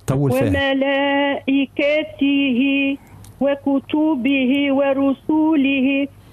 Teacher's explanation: ديما كلمة الملائكة مذكورة برشا في القرآن، مدها أربع حركات